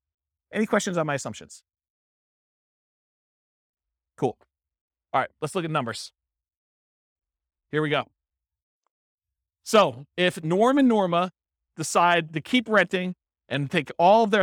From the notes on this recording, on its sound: This was a live class recorded